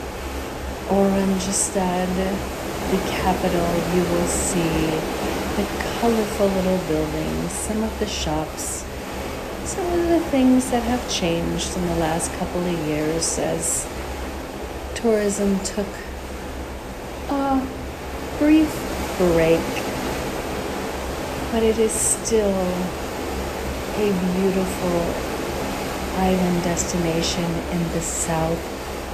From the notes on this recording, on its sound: On Location Walk and Talk. Caribbean Mindfulness Tour: Oranjestad, Aruba.